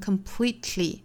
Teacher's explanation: 英音的话是发成 completely，是舌边爆破